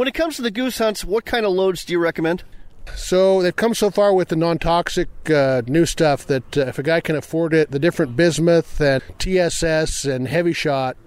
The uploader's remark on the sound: audio from a recent Eastern Washington duck hunt